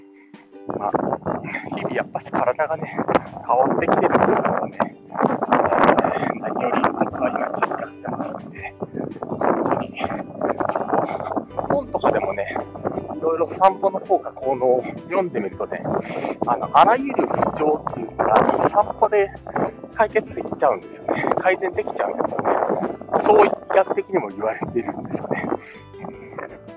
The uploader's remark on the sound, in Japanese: お散歩しながら音声配信。